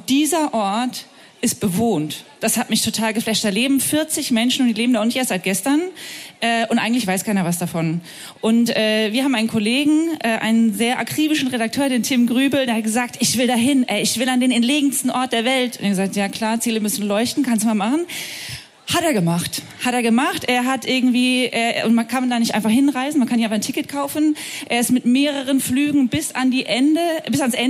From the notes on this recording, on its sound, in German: Live vom Hear&Now Podcastfestival. Denn wir waren zu Gast auf dem Hear&Now Podcast Festival!